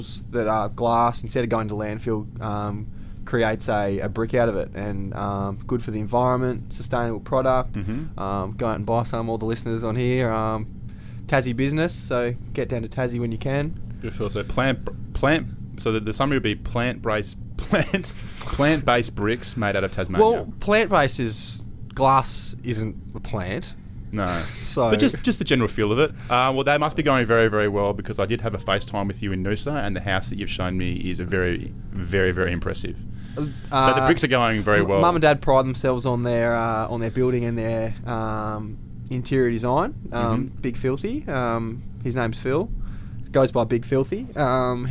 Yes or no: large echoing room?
no